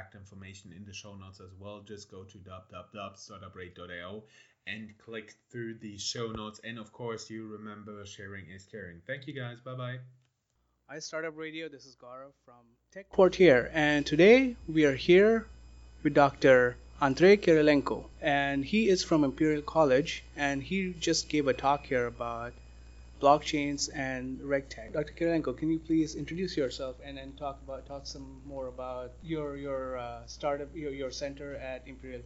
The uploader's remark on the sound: RegTech at TechQuartier IV. We did our best to improve the audio quality, but doing live interviews, sometimes on the go, results usually not in the highest audio quality.